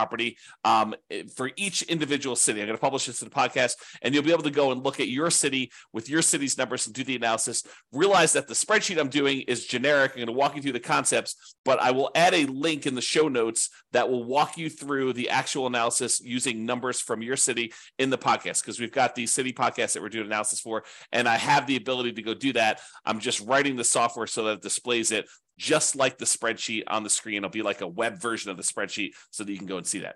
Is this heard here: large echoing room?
no